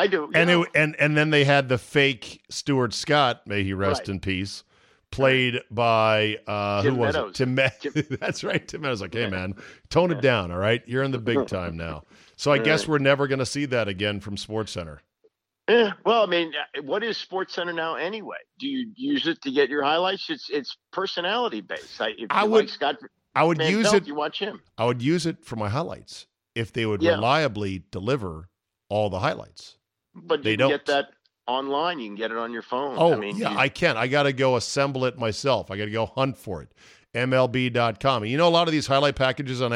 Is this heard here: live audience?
no